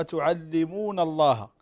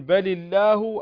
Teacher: فالأولى مفخمة وتسمى اللام المغلظة والثانية مرققة